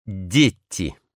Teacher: Как произносилось 800 лет назад слово «дети» с узким и чуть-чуть напряженным «е», так и теперь произносится в окружении двух мягких согласных